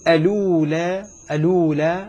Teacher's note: إما أن يبدأ بهمزة مفتوحة وإما أن يبدأ بلام مضمومة أو بلام من جنس حركة الهمزة من جنس حركة الحركة التي يعني بلام متحركة بحركتها، دعنا نقول.